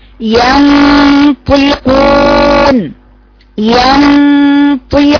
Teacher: ينطقون الياء رقيقة. ادخل من الياء الرقيقة على نون على غنة هتبقى مفخمة